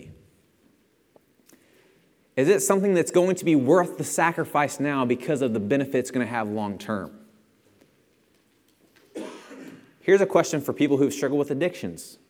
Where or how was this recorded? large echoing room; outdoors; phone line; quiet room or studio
large echoing room